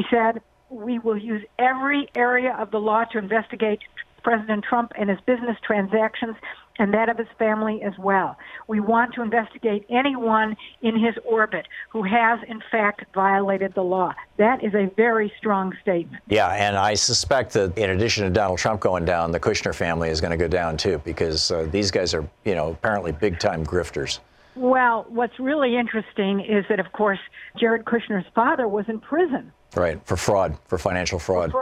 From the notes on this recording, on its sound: Listeners call.